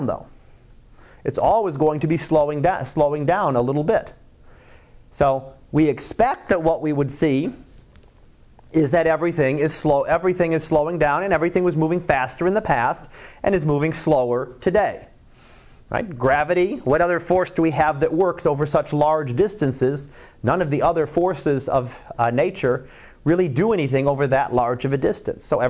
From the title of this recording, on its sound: Live Class Lecture